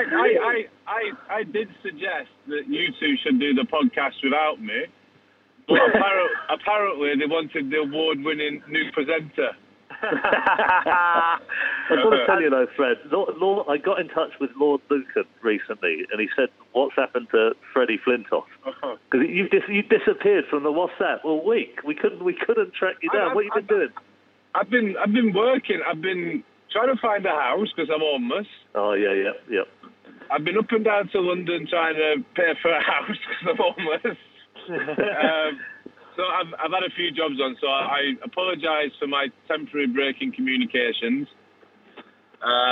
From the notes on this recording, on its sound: call in on the phone